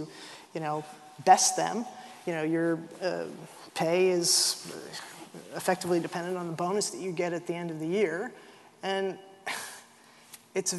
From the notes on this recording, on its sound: This GodPod was recorded as part of a lecture. At St Mellitus College.